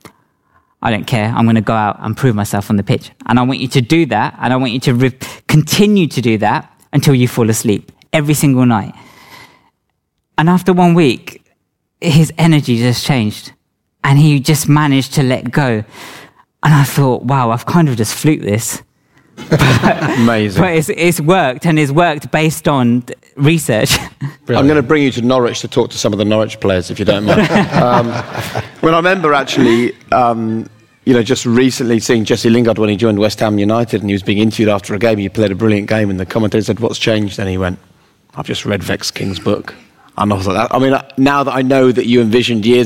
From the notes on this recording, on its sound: This episode was filmed live in front of a live audience in London during The High Performance Live Tour 2022.